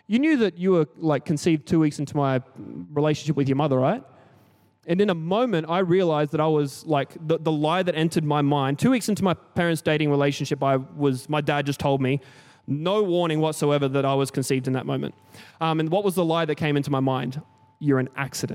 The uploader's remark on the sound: Recorded during our 5pam service on Sunday, the 7th of May 2023.